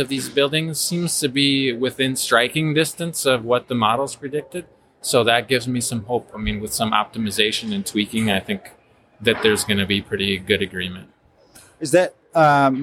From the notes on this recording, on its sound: In this special bonus episode recorded at the PhiusCon 2023. Making the Passive House Podcast at the Passive House Network Conference possible.